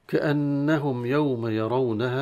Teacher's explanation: كأنهم مشددة النون فيها الغنة، والميم تظهر عند الياء في كلمة كأنهم يوم، تظهر عند الياء الميم.